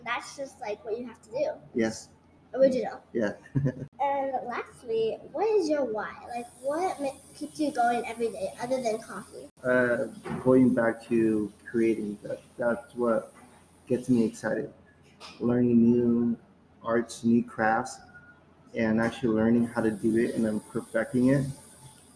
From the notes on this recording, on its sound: On location at Coffee Muse. On location at Coffee Muse. Small batch coffee shop located in the heart of Down Town Santa Ana.